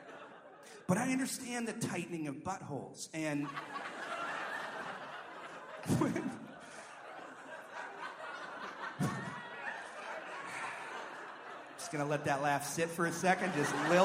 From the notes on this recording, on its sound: Live at the Neptune!